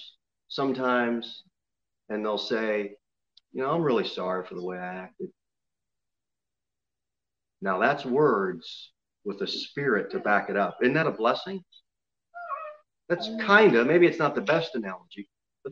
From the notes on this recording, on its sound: Sermon delivered at Pilgrim Baptist Church on Sunday, June 13, 2021, at 11:15 am.